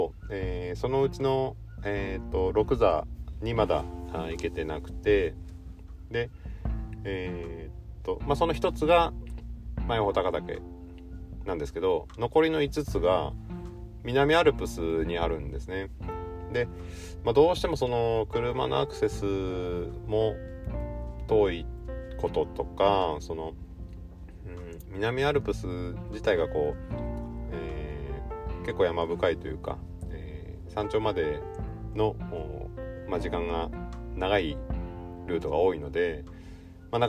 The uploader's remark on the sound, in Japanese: オンボロ軽自動車では騒音が激しい。IPhoneだけの編集でなんとかなるものなのか？とりあえず静かなところで少しだけ。